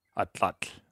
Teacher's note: Yeah, the last TL is pronounced, like you put the tip of your tongue against the roof of your mouth and blow air around the sides